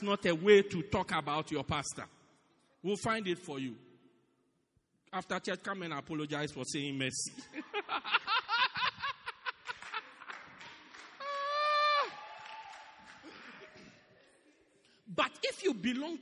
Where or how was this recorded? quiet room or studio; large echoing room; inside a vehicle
large echoing room